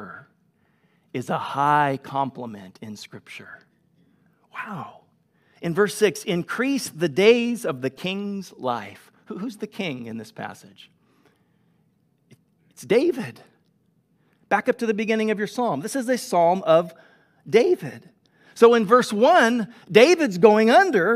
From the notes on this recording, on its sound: Delivered on 22 August 2021 at Grace Church of La Verne